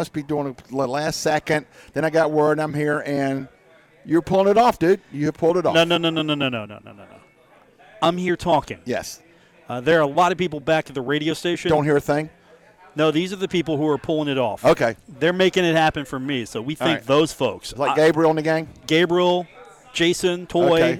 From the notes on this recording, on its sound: broadcast live from The Union Pub and Grill in Huntington, West Virginia.